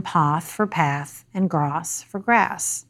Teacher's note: features of RP that set it apart from American English, even as long ago as the Revolutionary War days, include so-called broad A, as in path for path and grass for grass, and new stress patterns on words like satisfactory, secretary, laboratory, etc.